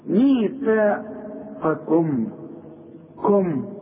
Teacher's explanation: عندي قاف عالية قوي في التفخيم، وبعدين عندي كاف مرققة